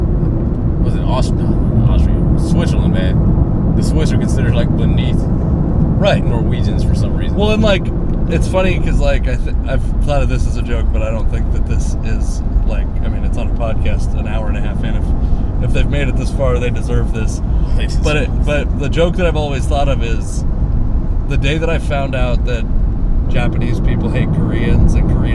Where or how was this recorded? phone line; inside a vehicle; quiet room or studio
inside a vehicle